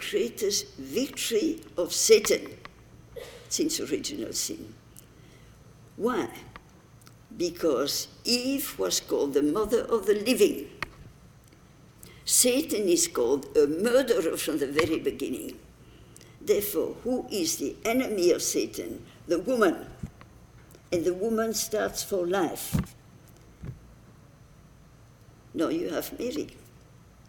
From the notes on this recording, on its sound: delivered the commencement address at the 2015 Commencement Ceremonies on May 16